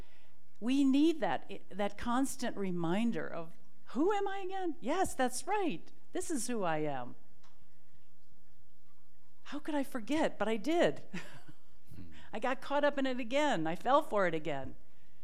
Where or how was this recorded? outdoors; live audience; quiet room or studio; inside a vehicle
live audience